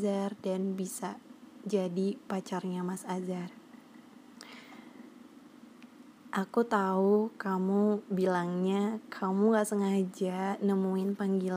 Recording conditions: background noise